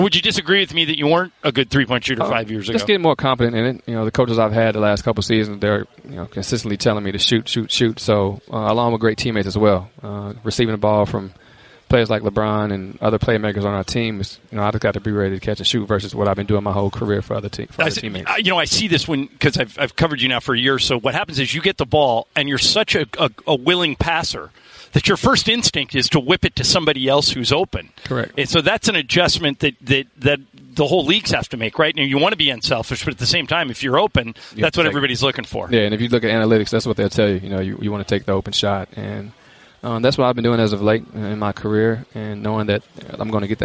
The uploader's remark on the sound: Live from Lakers media day.